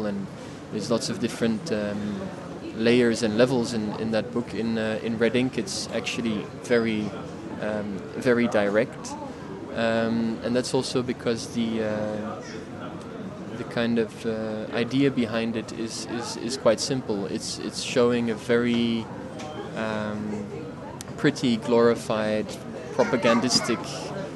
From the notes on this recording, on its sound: The episode was recorded at Polycopies book fair in November of 2018 during the Paris Photo weekend.